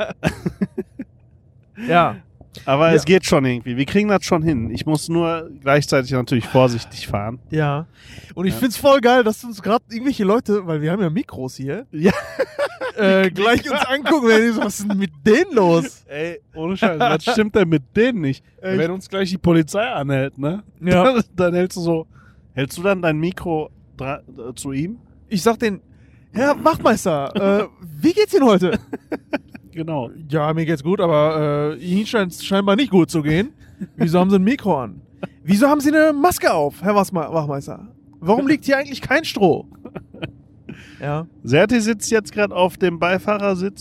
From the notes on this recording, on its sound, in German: Aufnahme auf der Autobahn.